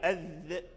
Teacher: فالذال من رأس أصول الثنايا العليا أذ، والتاء من أصول الثنايا العليا أيضا، لأن الذال والظاء والثاء يخرجان من مخرج واحد، الذال والثاء والظاء يخرجان من مخرج واحد من رأس اللسان ورأس الثنايا العليا